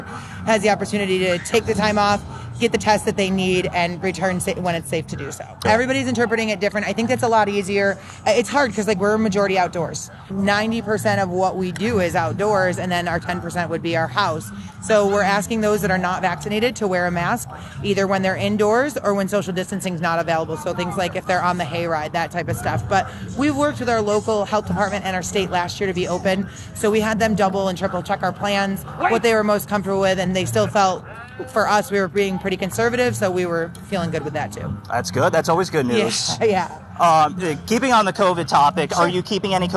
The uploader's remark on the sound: On Location: American Horrorplex & Frightmare Farms. At the American Horrorplex in Louisville Kentucky.